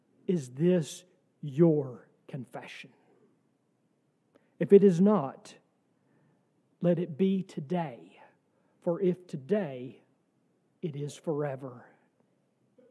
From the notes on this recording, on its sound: from our service on December 31, 2023